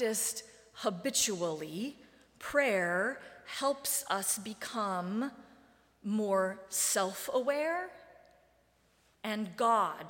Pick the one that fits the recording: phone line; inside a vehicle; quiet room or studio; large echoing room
large echoing room